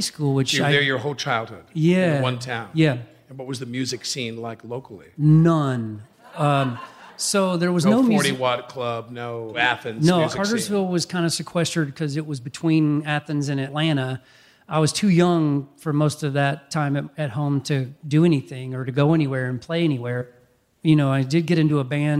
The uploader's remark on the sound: taped live last month (just before coronavirus made such gatherings impossible) at the Catalina Jazz Club in Hollywood